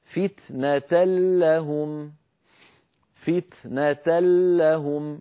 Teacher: فتنة لهم، ما بقي من التنوين شيء، لا ذاته ولا غنته، تحولت النون بجزئيها إلى لام وأدغمنا اللام في اللام فصار النطق بلام مشددة